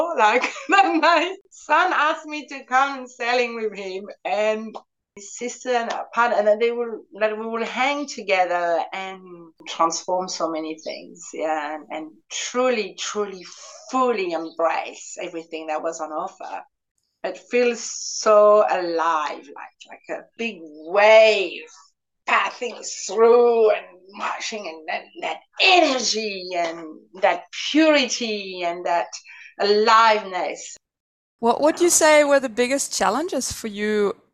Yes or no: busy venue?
no